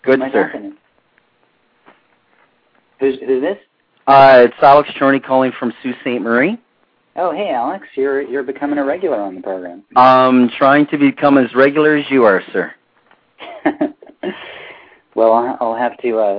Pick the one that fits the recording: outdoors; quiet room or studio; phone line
phone line